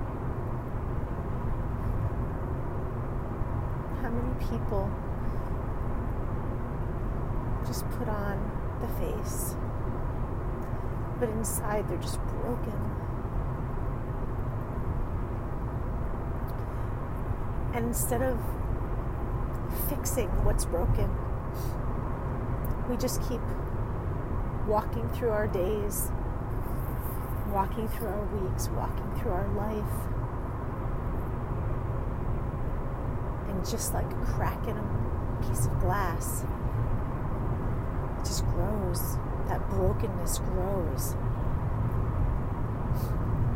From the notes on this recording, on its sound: A recording that I made while I was driving in my car. This recording is pretty raw because it was just me talking about the situation with all my emotions out there.